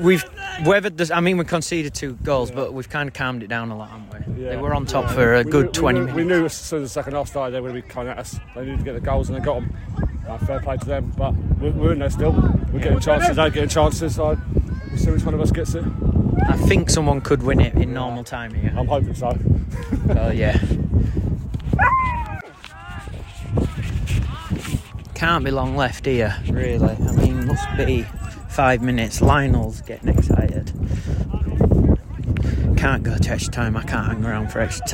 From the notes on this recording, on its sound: From the touchlines. Does a live pod during the game and interviews a few of the lads in the process.